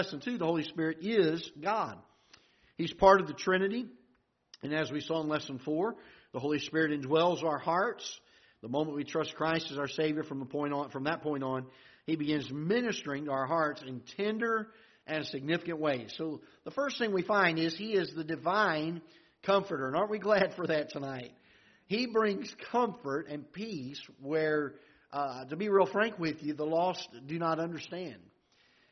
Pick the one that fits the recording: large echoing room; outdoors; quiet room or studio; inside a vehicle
large echoing room